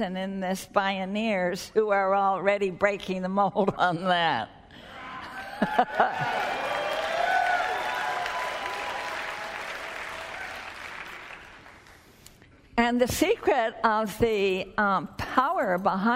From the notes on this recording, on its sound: spoke at the 2009 Bioneers Conference held in San Rafael, California